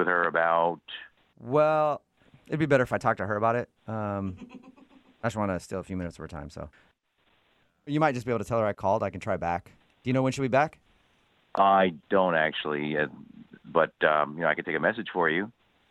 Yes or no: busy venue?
no